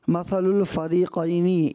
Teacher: یہاں جو فا کے بعد جو را ہے نا اس کے نیچے زیر ہے بیٹا، یہ را باریک پڑھنی تھی